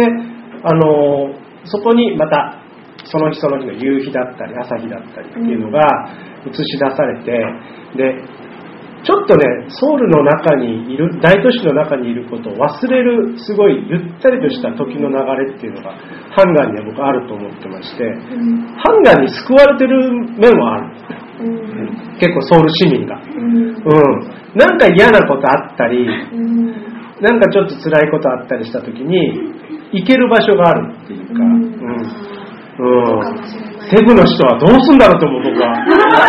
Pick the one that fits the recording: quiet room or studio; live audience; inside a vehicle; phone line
live audience